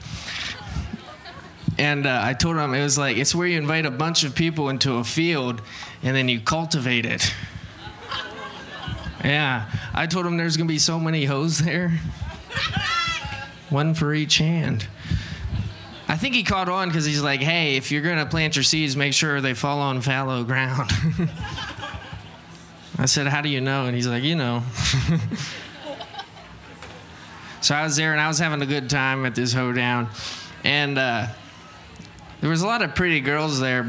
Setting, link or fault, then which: setting, busy venue